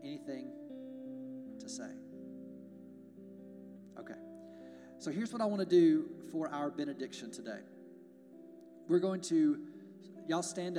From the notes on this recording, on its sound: We're glad to share our service audio